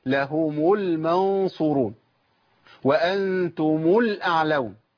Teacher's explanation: بتخلص بضم الساكن الاول في ميم الجمع